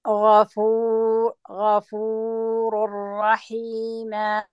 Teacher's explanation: أتم ضمة الشفتان حتى يتم ضم الفاء